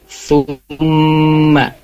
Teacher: Di ayat 54 di kata thumma itu ada hukum gunnah musyaddadah. Jadinya yaitu ada mim bertasydid. Ya, jadi ketika membacanya itu ditahan dua harokat.